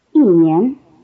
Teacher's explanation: Notice that the tone on 1, e, becomes falling before the rising tone of 年